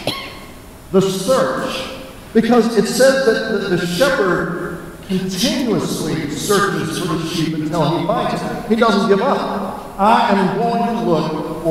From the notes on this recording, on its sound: We apologize for the poor sound quality.}.